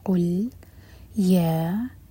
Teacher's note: قل، قاف حلق سے اور ضمہ کے لیے ہوٹ گول ہوں گے، لام ساکن پر پہنچیں تو ہوٹوں کو پھیلا کر لام کو تھوڑا ٹائم دیں گے. قل، یا، یا چار حرکہ لمبا، یہ ہے مد منفصل، اس کے بعد حمزہ پر کٹ آف ساؤنڈ اور ہا سینے سے.